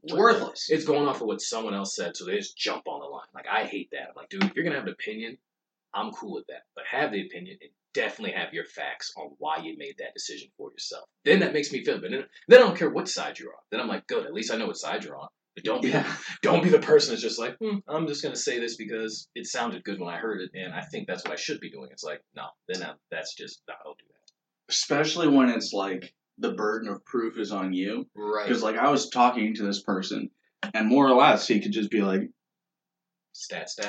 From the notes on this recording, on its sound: I apologize for the poor audio. Just imagine we're on a zoom call even though we aren't.